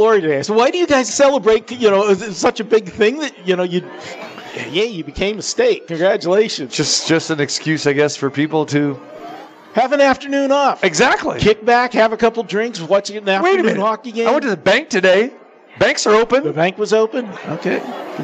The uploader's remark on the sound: Live from the Super Book at Westgate Las Vegas